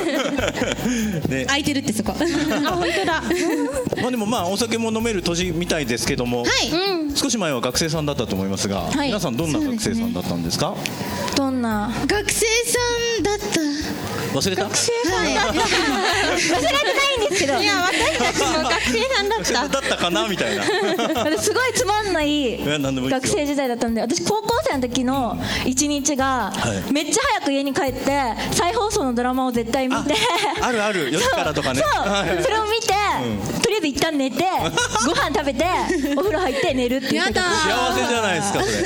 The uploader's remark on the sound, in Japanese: 川崎モアーズ屋上ビヤガーデンをお借りしたライブイベントでの公開収録。